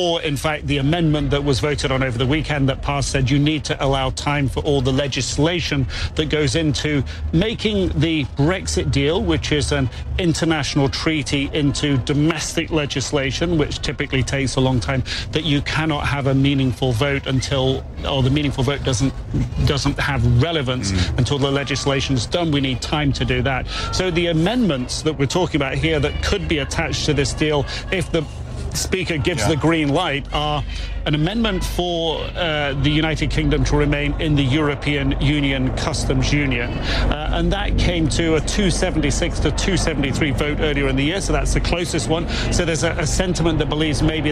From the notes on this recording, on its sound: live from outside the Houses of Parliament